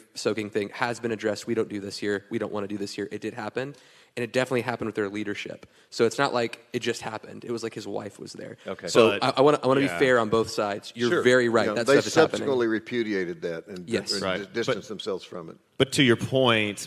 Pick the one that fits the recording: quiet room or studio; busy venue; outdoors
busy venue